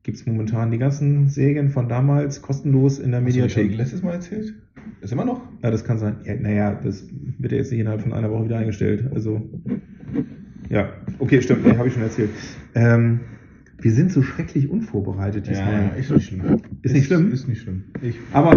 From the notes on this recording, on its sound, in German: Sorry für den Sound. Irgendwas ist schiefer gelaufen als sonst. Beim testen hörte es sich nicht so an, wie am Ende.